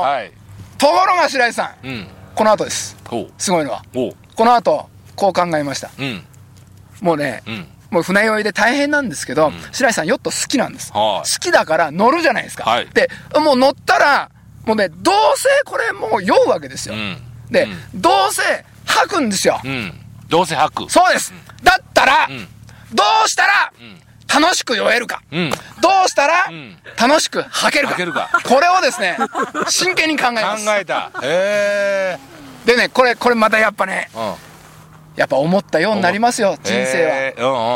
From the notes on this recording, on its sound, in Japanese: 長野県ビーナスラインの霧ヶ峰高原にて。バイクツーリングをして青空対談収録を開催いたしました。